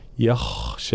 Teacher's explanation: في كلمة يخشى لابد من ترقيق الياء تفخيم الخاء مع إعطاء الخاء حقها من الرخاوة ومن الهمس